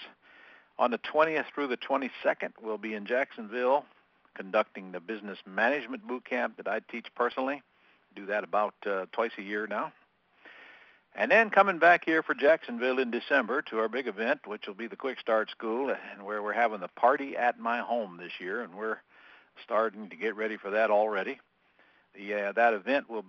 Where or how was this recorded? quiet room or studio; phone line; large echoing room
phone line